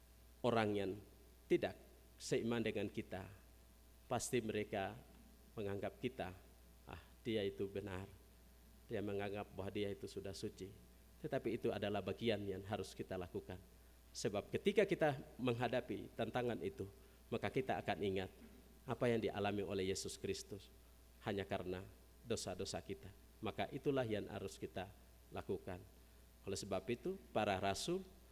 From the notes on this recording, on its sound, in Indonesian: GKI Kalvari Tembagapura. Khotbah dan Doa Syafaat rekaman ibadah Minggu Pagi tgl 19 Maret 2023.